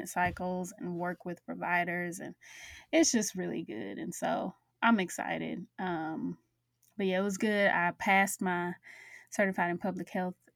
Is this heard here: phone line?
no